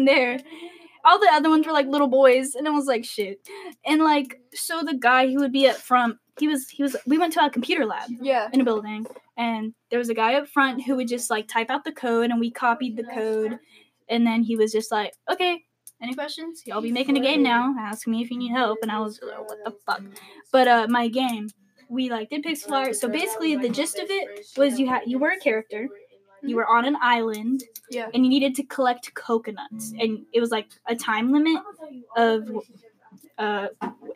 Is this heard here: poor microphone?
yes